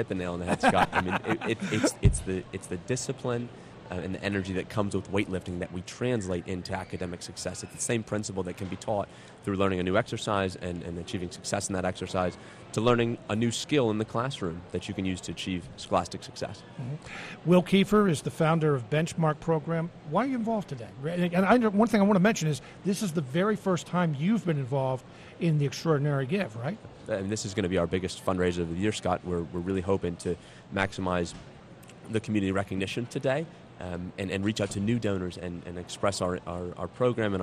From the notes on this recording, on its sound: Extraordinary Give live broadcast. Smart Talk is live Friday morning at Lancaster's historic Central Market for the fifth annual Extraordinary Give fundraising campaign.